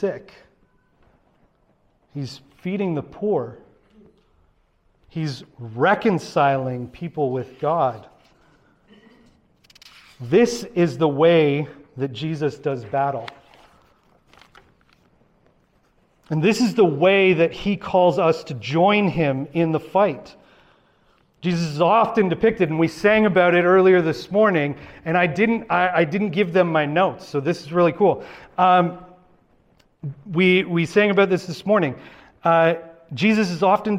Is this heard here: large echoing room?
yes